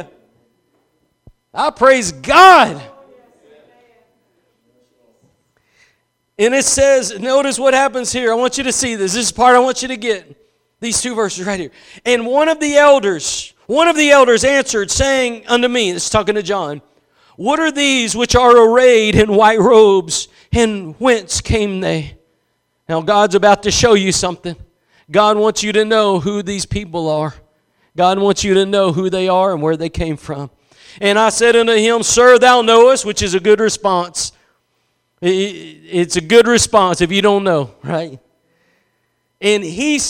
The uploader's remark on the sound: Preached at Gospel Lighthouse in Bossier City, La.